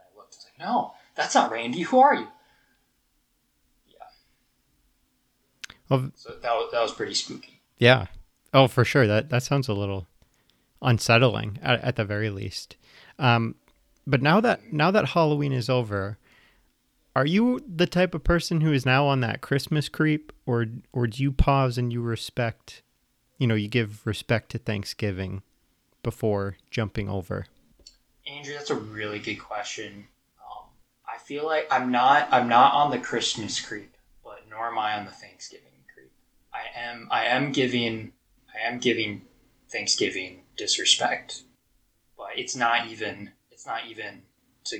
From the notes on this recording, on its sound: Apologies for the audio quality; still working through some new recording methods